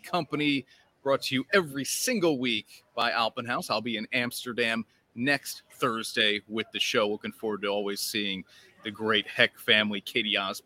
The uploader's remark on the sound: LIVE From Saratoga Race Course